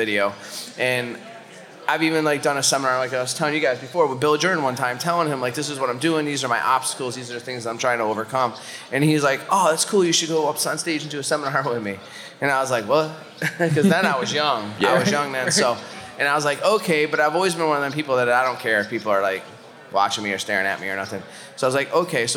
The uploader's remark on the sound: Joins us on the Mainstage at Huntstock 2022. Huntstock 2022 Live.